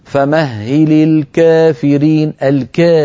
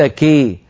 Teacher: الذي يفعله ورش ليس إمالة كبرى. هو أقرب إلى الألف · Shown in: first take · Term: إمالة صغرى